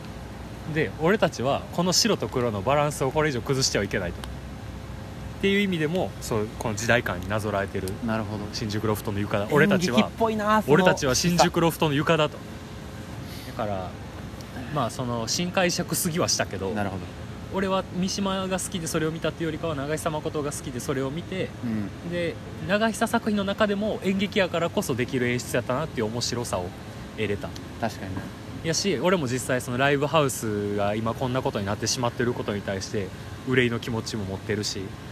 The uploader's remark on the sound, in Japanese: 居酒屋が復活するとのことで、アフタートークはそこで収録しよう！気付けば高瀬川沿いで。